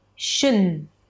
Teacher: a sh, a schwa, and an n